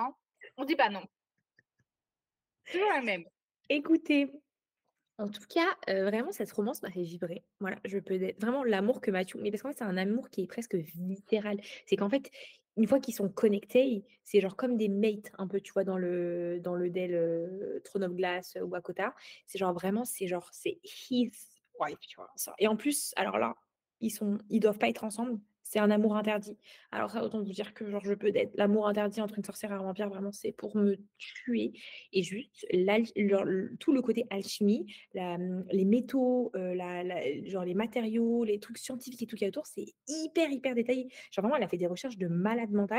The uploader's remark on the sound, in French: On est à nouveau à distance donc le son est pas perfecto